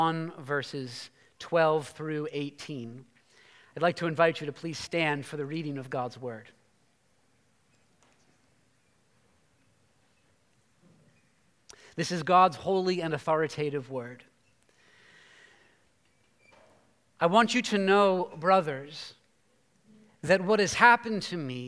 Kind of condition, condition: setting, large echoing room